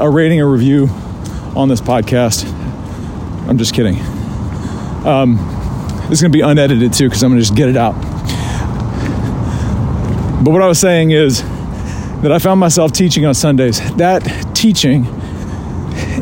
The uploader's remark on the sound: Rucking Edition. You join me live on a ruck.